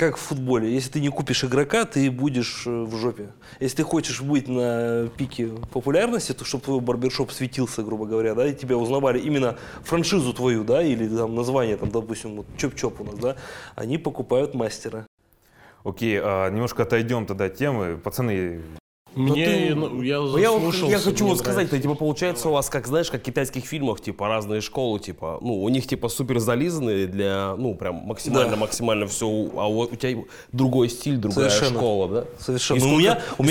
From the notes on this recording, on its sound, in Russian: Подкаст записан в барбершопе «Chop-Chop Сургут».